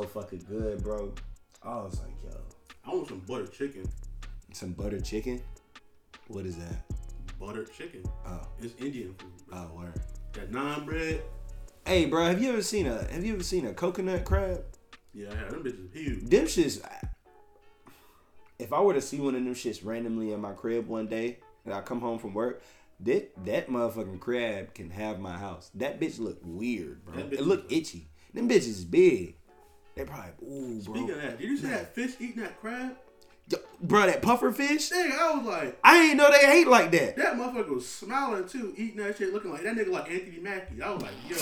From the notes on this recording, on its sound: My mic died while recording, so if you listening turn it up all the way.